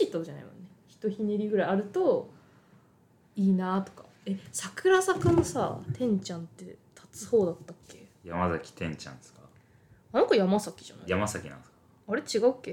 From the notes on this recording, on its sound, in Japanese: 収録中に机をたたきまくり、その音が入りまくっています。